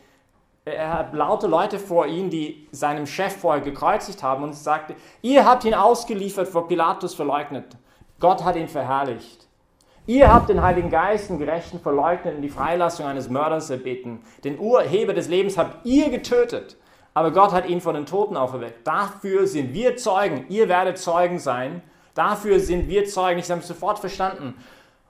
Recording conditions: large echoing room